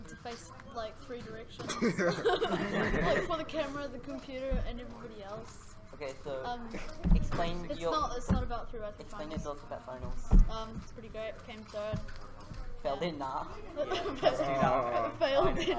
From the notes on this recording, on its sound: we recorded the scene at New Zealand Nationals 2019